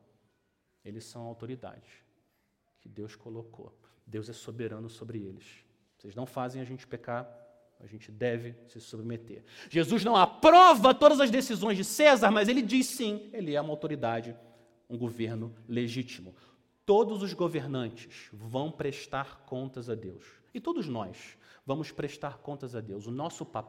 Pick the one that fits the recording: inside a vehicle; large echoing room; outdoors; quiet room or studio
large echoing room